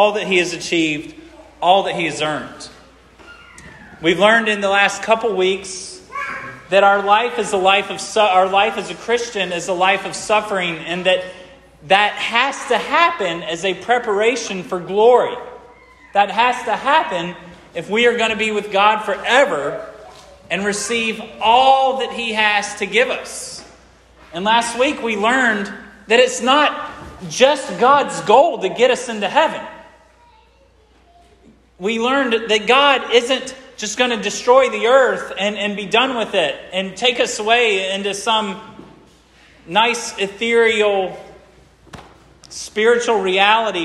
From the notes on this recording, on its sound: This sermon was preached at Hope Fellowship. 76 Lewis Mill Rd.